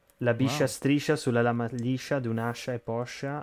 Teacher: Hai una sh più settentrionale, più del nord.